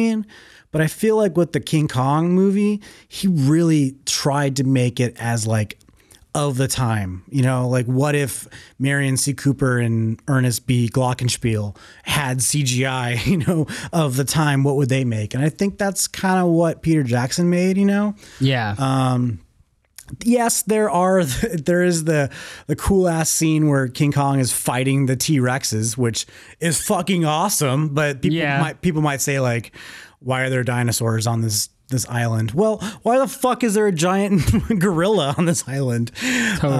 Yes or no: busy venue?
no